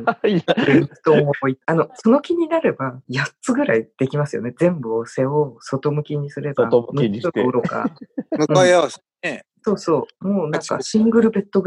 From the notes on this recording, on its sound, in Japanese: 収録環境のため音飛びすることがあります。すみません。